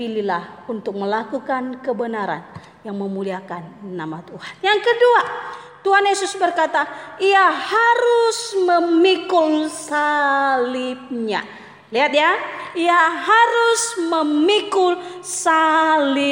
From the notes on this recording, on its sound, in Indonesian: Jalan Kalimantan No.9. GSRI SINGKAWANG. Rekaman ibadah pemuda.